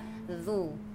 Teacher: Hujung lidah bertemu dengan hujung gigi depan bahagian atas.